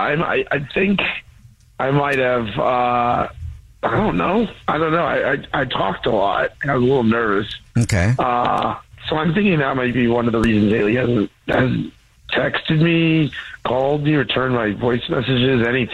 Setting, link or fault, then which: link, phone line